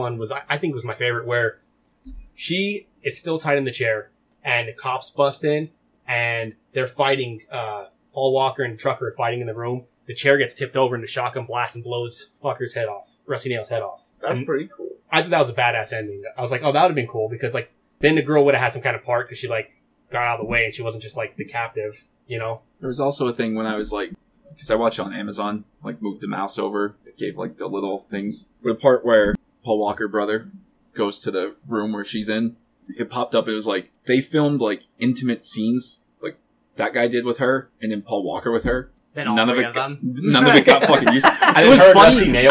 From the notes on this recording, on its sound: we had issues with the audio in today's episode